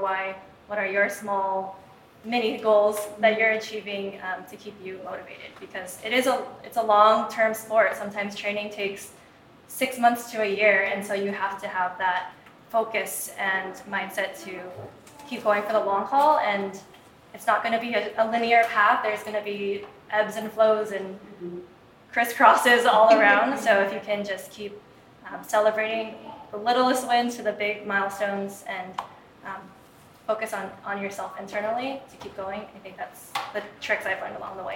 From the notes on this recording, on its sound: We are live from the House of Good in Venice, California.